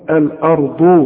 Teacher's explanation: والراء هي المفخمه مع الضاد برضه مفخمه